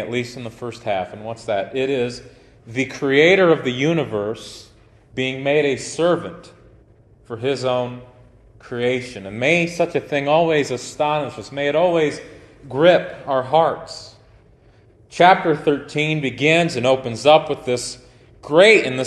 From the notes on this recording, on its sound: Preached at Grace Baptist Tiffin Ohio on 7/30/2023